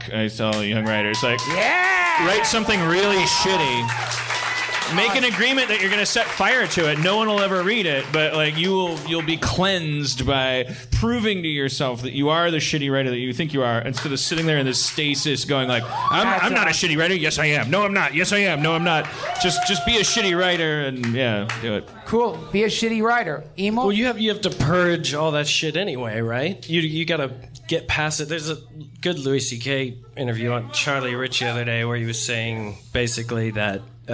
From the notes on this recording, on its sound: LIVE FROM THE IMPROV. Recorded in front of a live audience at the Hollywood Improv!!!